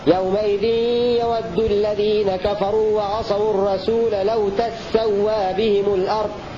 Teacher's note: بفتح التاء وتشديد السين